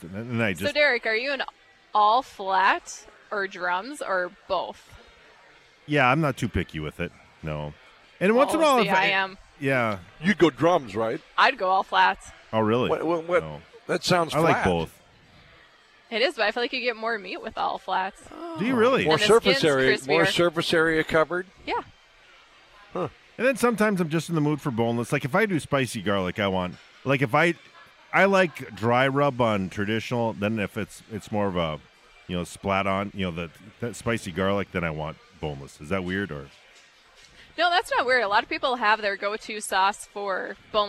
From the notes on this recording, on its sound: Broadcasted live from Buffalo Wild Wings.